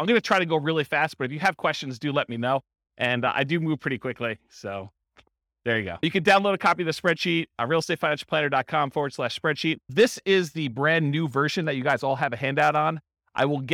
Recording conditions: live audience